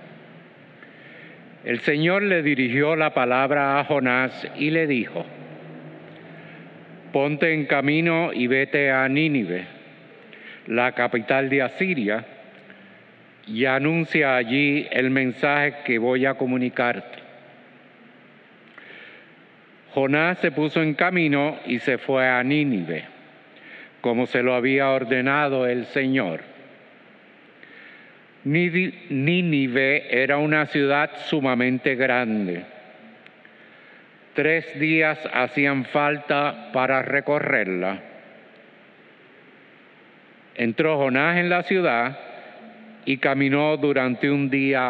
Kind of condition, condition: setting, large echoing room